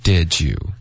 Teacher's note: Did,不能发 day.OK,它不是一个 A 的音舌根要高一点